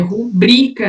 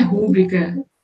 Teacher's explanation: O BRI é o mais forte. · Shown in: first take · É uma paroxítona esse aqui.